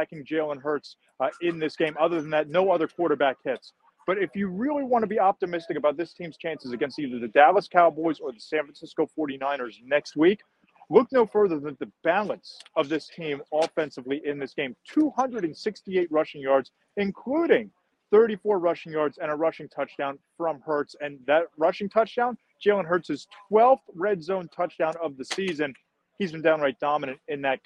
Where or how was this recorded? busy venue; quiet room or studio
busy venue